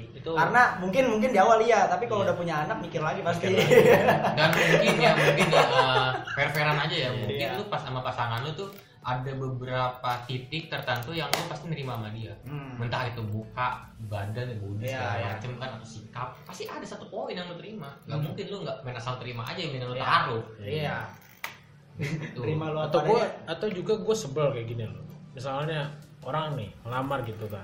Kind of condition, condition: fault, echo